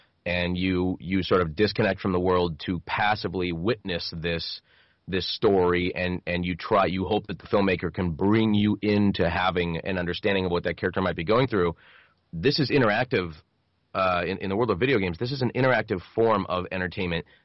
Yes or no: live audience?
no